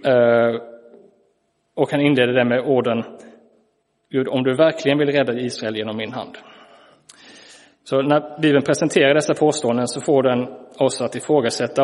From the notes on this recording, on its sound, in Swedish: Inspelad i Roseniuskyrkan den 22 januari 2023.